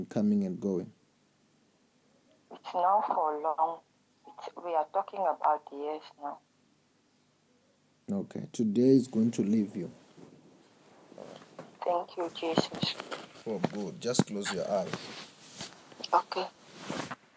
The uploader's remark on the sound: Deliverance in Namibia over the phone.